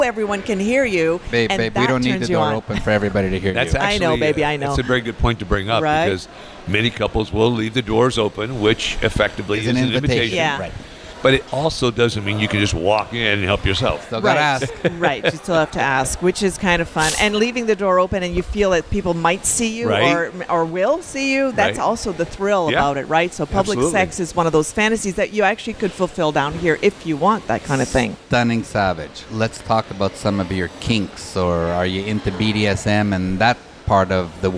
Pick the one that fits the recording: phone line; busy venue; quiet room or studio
busy venue